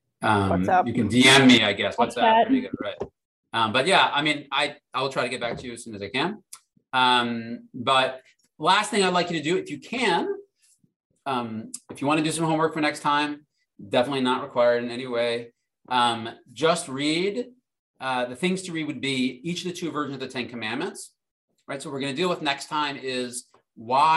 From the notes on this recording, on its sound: This audio was originally captured from Zoom